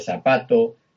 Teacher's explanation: seseo y geada, que es cuando pronunciamos la C como S